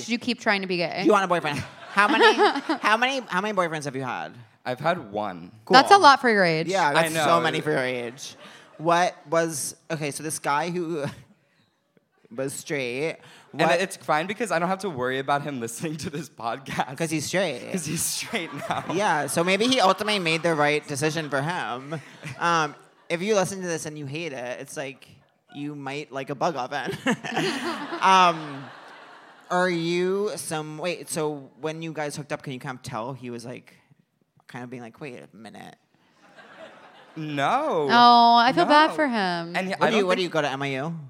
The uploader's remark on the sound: Seek Treatment Live: The Bell House. Live from The Bell House in Brooklyn.